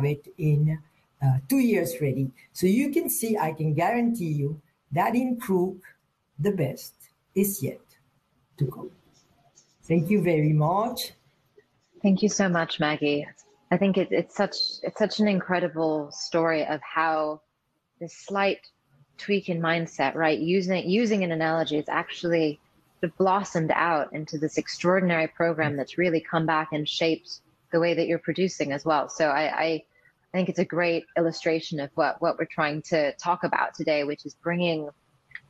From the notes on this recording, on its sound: These sessions were recorded through Swapcard at the Wine2Wine 2021 Business Forum and are being replayed here on the Italian Wine Podcast! Wine2Wine is an international wine business forum, and has been held annually in Verona, Italy since 2014.